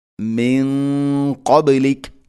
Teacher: സാക്കിനായ നൂന് ശേഷം ഖാഫാണ്. നൂനിനെ അവ്യക്തമാക്കി മണിക്കണം. ഖാഫ് സ്വരഭാരത്തിൽ ഉച്ചരിക്കേണ്ട അക്ഷരമാണ്, ഇസ്തിഇലാഇന്റെ അക്ഷരമാണ്.